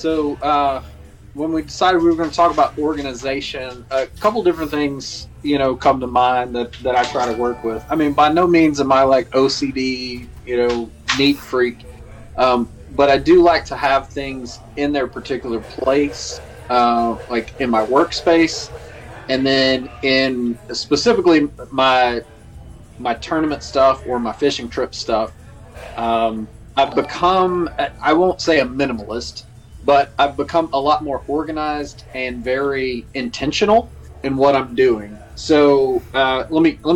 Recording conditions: busy venue